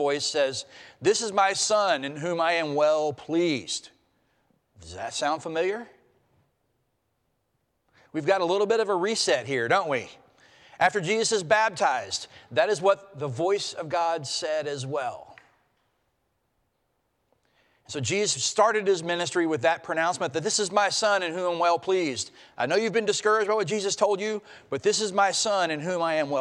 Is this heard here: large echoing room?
yes